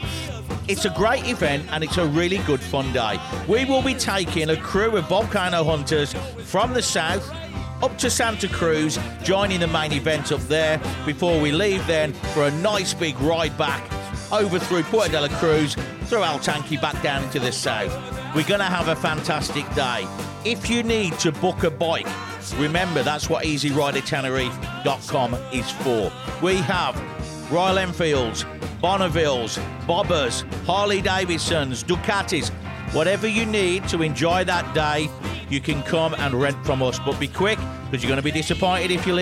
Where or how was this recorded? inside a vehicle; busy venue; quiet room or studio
busy venue